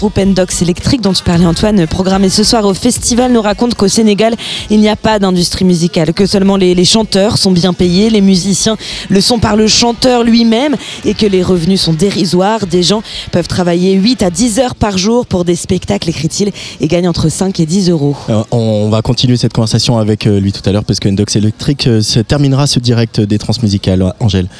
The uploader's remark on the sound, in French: En direct des Trans Musicales de Rennes